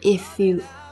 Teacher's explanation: If 跟 you 连读，辅音加半元音 y